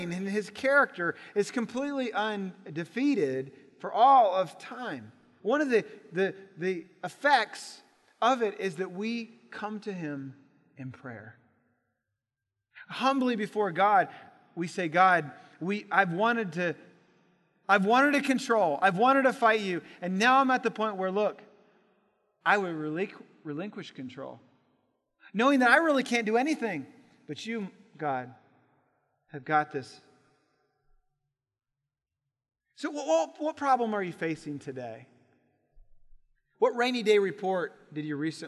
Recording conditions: large echoing room